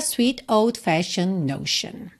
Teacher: E eu pintei esse T-I-O-N aí para você lembrar que essas terminações de palavras T-I-O-N se pronuncia shun, shun